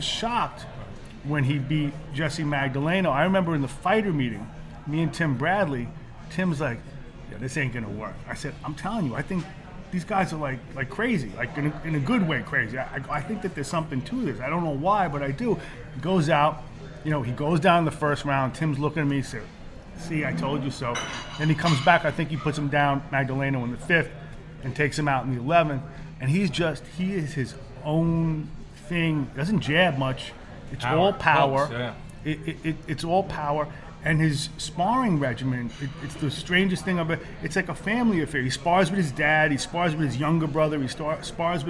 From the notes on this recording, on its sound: on location from Jack Doyle’s Restaurant and Bar